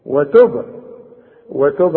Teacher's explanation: الباء عند الوصل وعند الوقف قلقلها